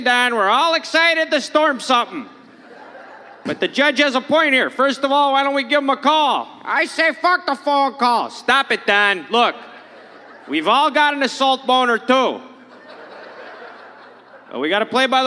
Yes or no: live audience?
yes